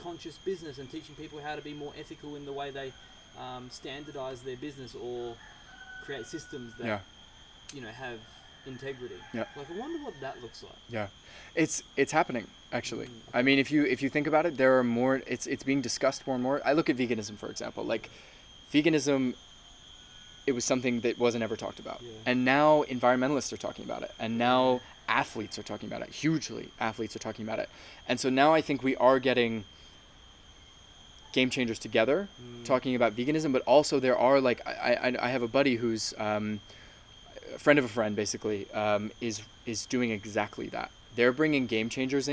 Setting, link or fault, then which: fault, sounds in the background